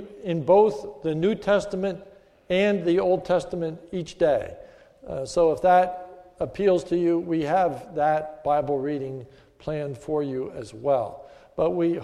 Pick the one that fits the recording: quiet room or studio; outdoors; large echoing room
large echoing room